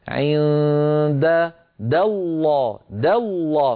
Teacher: فننتقل من دال مرققة إلى لام مفخمة · Term: تخليص المرقق من المفخم